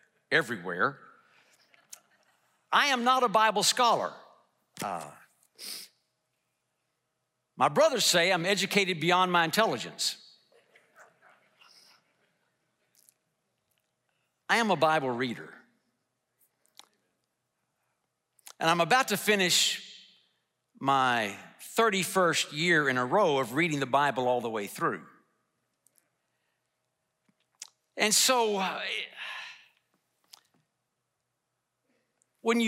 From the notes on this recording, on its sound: delivered a message in #SWBTSChapel